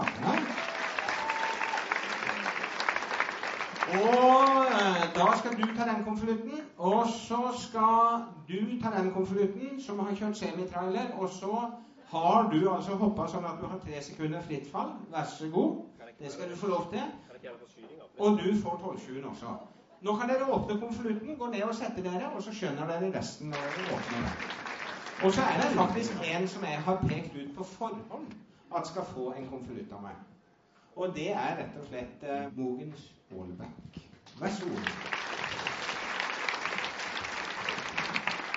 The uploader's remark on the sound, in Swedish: Talkshow med publikum